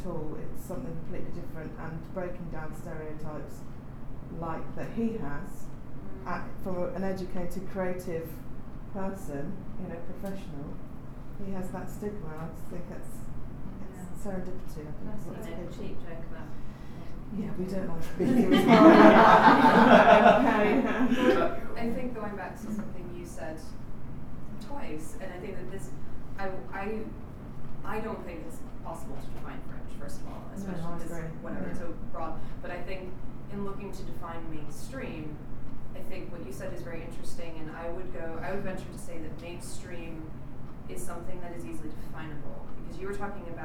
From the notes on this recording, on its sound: Recorded at the 2014 World Fringe Congress in Edinburgh, 10 August 2014.